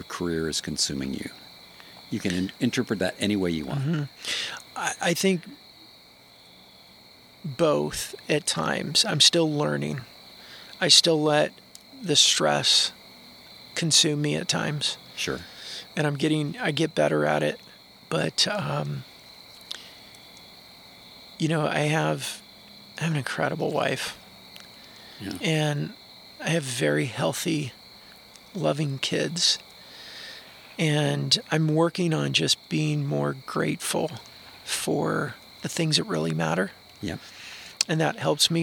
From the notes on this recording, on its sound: Fire pit in Suwannee, GA.